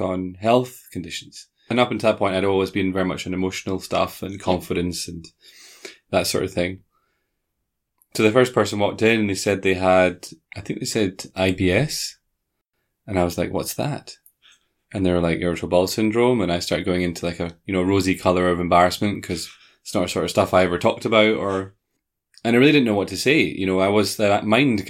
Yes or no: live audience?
no